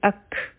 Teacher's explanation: د همزه سره به کاف یوځی شي دا به شي اک په کاف باندې به همز کیږي آواز به ختم شي سا به جاری وي